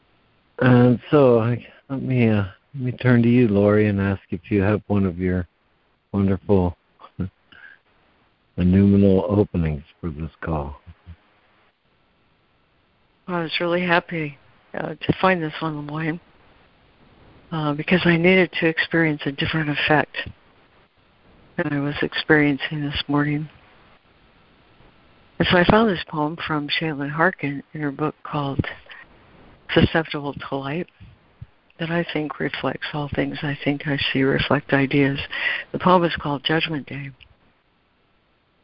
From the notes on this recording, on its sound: ACIM Daily Conference Call